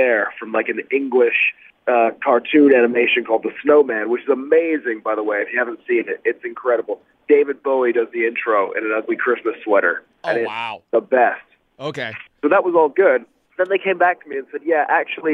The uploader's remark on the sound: called in to chat